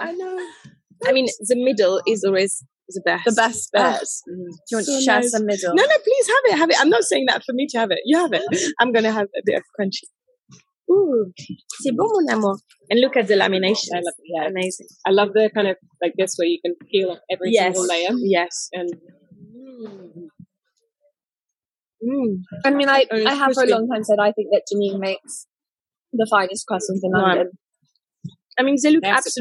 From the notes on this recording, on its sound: Please download again to fix the overlapping sound. Apologies the background noise will still be there!